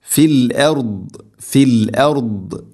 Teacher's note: ദാദ് ദാദ് ഉച്ചരിക്കുമ്പോൾ പ്രത്യേകം ശ്രദ്ധിക്കണം, ഹെവി ലെറ്ററാണ് അഥവാ സ്വരഭാരത്തിൽ ഉച്ചരിക്കേണ്ട ഇസ്തിഇല എൻ്റെ അക്ഷരമാണ്